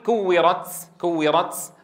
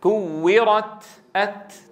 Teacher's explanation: لا تقول كورت كورت، هذا خلل، في نطق الهمس كورت أت فيكون الهمس قرب مخرج التاء وليس قرب مخرج السين · Shown in: second take · Term: همس التاء